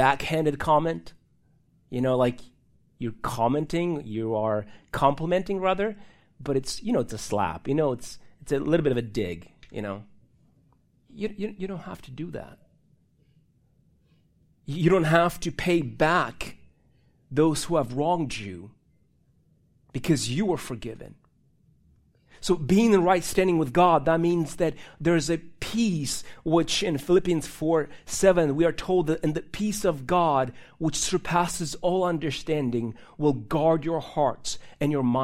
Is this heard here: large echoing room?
yes